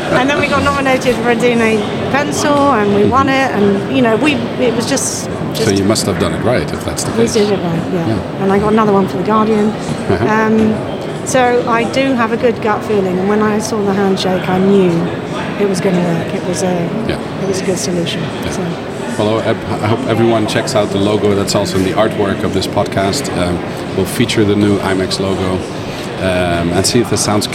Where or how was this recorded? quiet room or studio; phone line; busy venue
busy venue